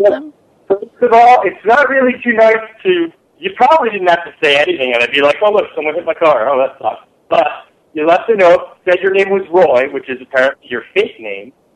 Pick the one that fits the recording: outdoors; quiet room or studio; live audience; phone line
phone line